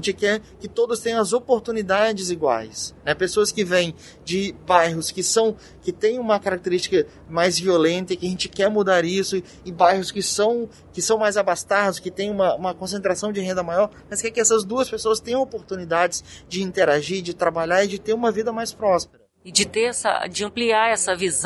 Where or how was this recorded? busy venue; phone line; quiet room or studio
busy venue